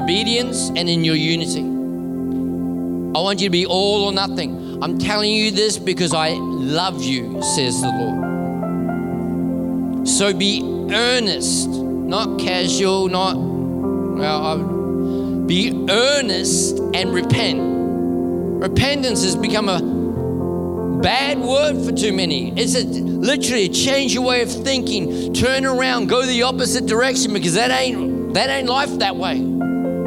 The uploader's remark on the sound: This message was recorded at Neuma Melbourne South in May, 2023.